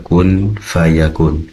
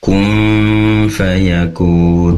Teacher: di situ ada nun sukun bertemu dengan fa, tentunya ikhfa hakiki · Shown in: second take · Tadi terbaca seakan idhar kun fayakun, namun perlu didengungkan kun fayakun.